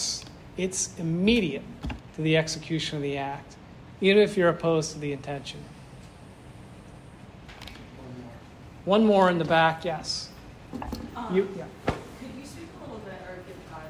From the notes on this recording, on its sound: This lecture was given on June 16th, 2023, at the NYC Thomistic Institute at the Dominican House of Studies.